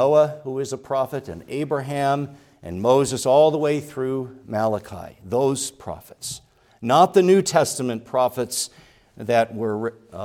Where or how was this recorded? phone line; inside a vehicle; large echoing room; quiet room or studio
large echoing room